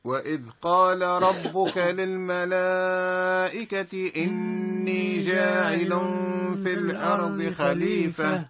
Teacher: الجيم هو عنده صفة الشدة يسمى التعطيش